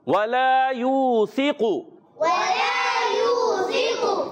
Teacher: واو کی ادائیگی ہونٹوں کی گولائی سے